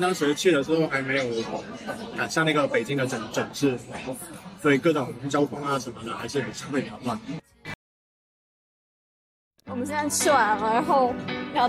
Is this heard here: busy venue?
yes